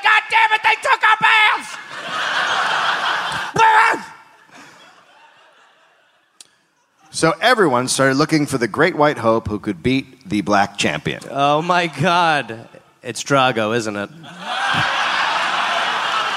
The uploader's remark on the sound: Recorded live in Dallas, Texas.